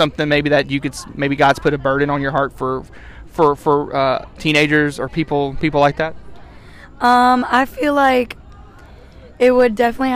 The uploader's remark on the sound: Camp Conversations- live from M-Fuge. It’s also camp week, so come to camp with us and hear all about it straight from the students themselves.